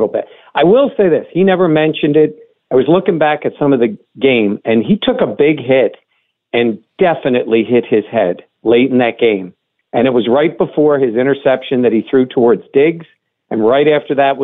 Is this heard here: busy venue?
no